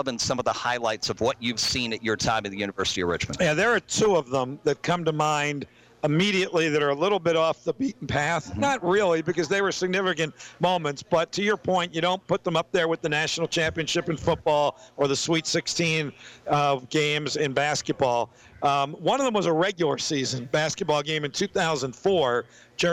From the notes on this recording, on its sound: As heard live from Sports Page Grille Ashland on 102.9 The Mater and the RVA Sports Network.